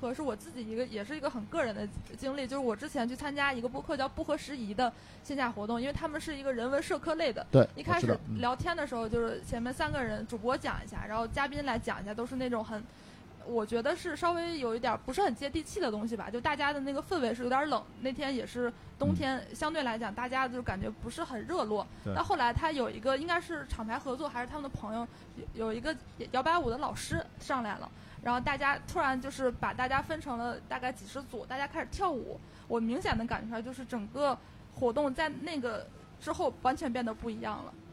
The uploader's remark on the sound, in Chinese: 现场播客。这是我在【声量】活动当天的第二场录制，是下午14点在阿那亚的BAR LOTUS。